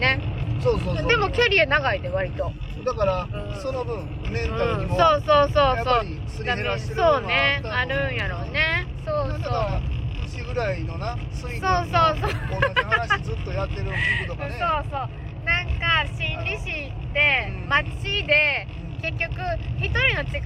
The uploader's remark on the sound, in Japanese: 運転しながら生配信